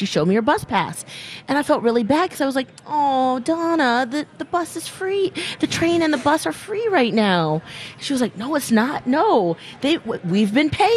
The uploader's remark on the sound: broadcast live from the AC Hotel for the Superbowl